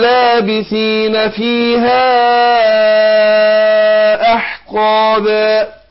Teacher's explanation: هنا مد منفصل، اللي بيمد المنفصل هيمد هنا اربع حركات اللي هو التوسط